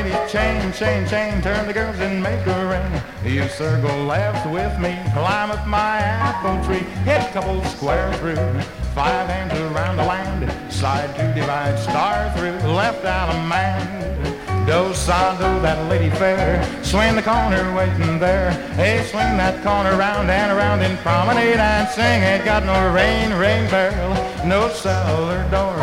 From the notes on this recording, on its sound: From the 1964 Blue Star Jubilee Square Dance held in the Sam Houston Auditorium. 1964 Blue Star Jubiliee in Houston, Texas.